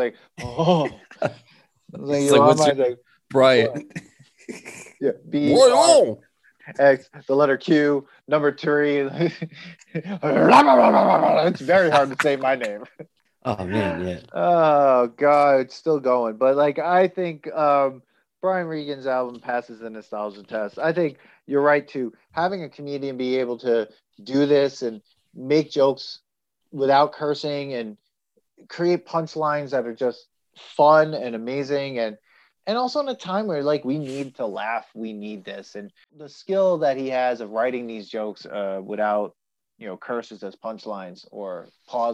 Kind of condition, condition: link, video call